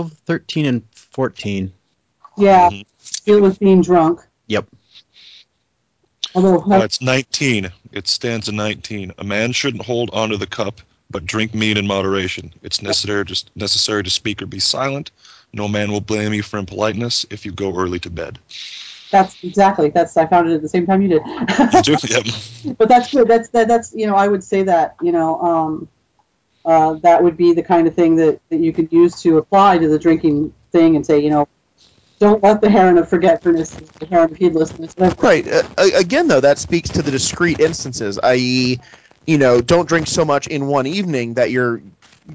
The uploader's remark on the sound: Troth Skype Moot.